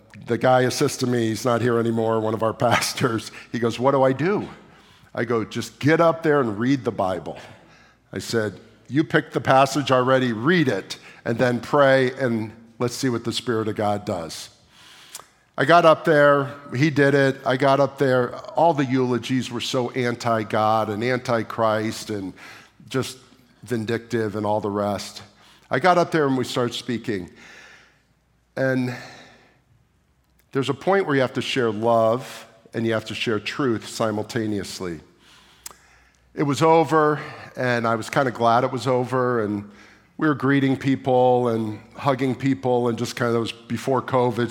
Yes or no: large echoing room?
yes